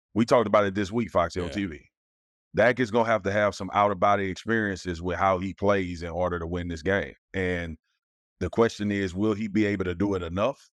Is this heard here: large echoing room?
no